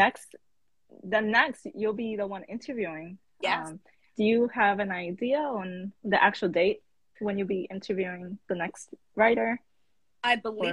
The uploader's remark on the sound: a series of Instagram Live interviews